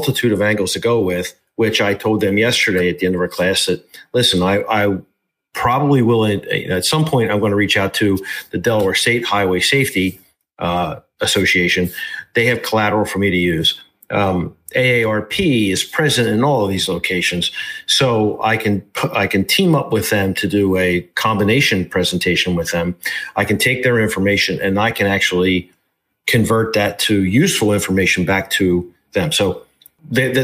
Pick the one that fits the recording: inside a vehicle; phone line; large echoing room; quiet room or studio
quiet room or studio